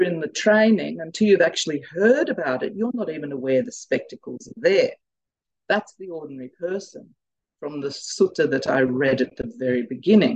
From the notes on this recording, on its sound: We apologise that the talk starts at 30 minutes into the teaching and at times the audio is very poor. Due to an international audience, these weekly Tuesday night teachings are happening via Zoom from Bodhinyana Monastery.